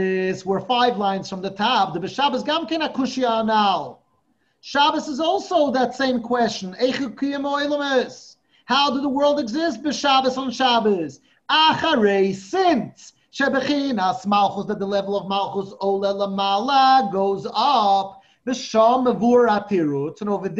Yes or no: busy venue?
no